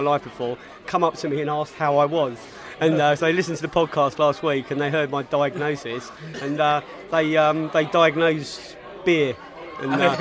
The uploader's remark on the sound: Burton Albion Pre-Match Podcast From the Pub.